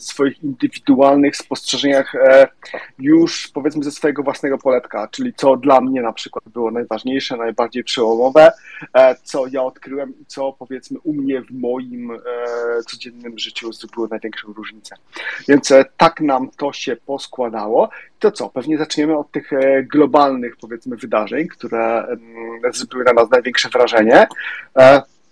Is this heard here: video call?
yes